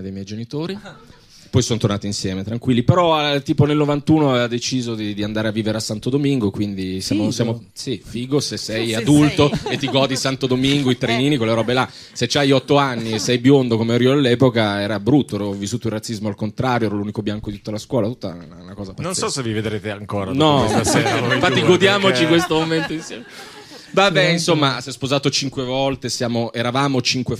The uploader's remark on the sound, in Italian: Registrato al GhePensiMi